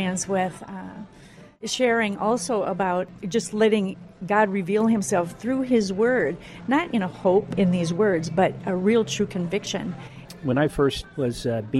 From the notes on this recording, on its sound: We’re continuing our talk at a local café